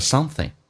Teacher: Something 这个单词在口语化当中啊，一般啊，你看一下，超过一个音节，一般是两个音节的以上的一个单词，以 ing 结尾，那个 ing 后鼻音，可以发成前鼻音